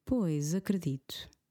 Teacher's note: This word pois by itself or with a, a longer pause before acredito, then we pronounce the S as a sh. But because acredito starts with a vowel, the S is now stuck in between two vowels. I'm going to sound it as a Z.